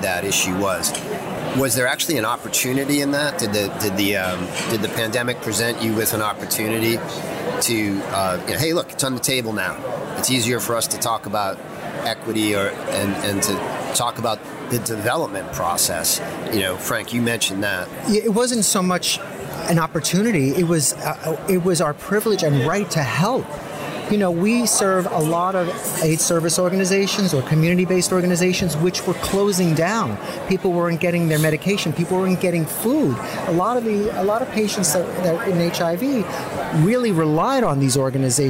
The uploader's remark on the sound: Live at Pharma USA